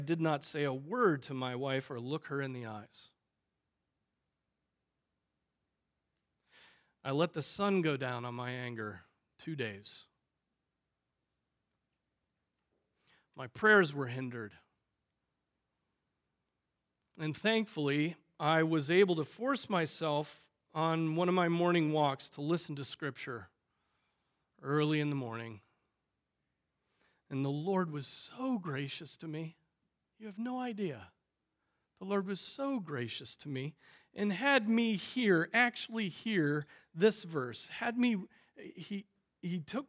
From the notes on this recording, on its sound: Preached on August 13, 2023 at Trinity Presbyterian Church ( Evangel Presbytery ) in Spartanburg, SC.